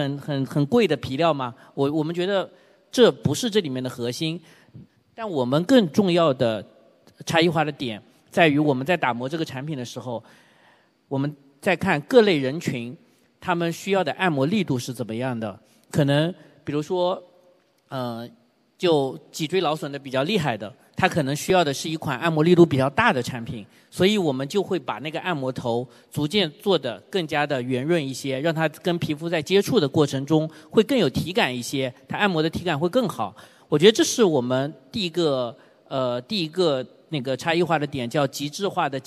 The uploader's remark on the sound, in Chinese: 在天下网商举办的“2023新网商峰会”上，我和四位新品牌创始人进行了一场持续1小时的圆桌会谈